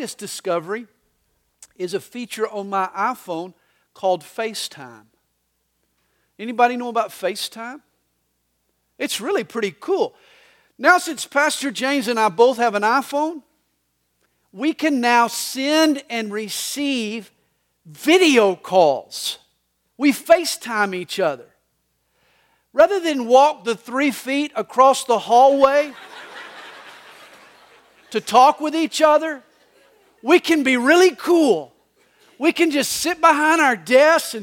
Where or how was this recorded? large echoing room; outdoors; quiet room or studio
large echoing room